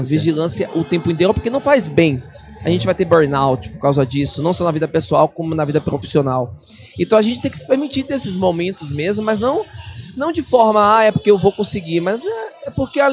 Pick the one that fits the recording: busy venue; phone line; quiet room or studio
busy venue